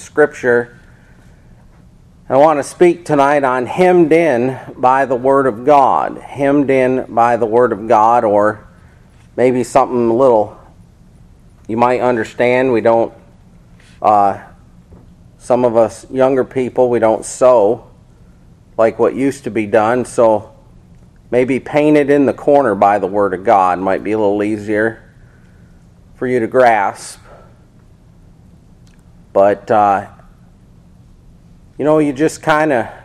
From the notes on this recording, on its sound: This Sermon Was Preached At Faith Babtist Church In Seffner Fl.